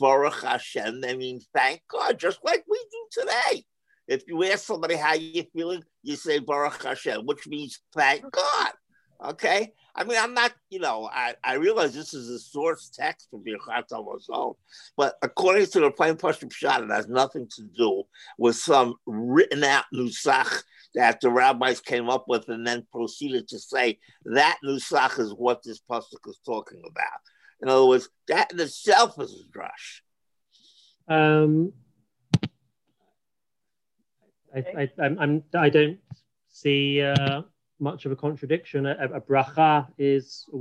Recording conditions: video call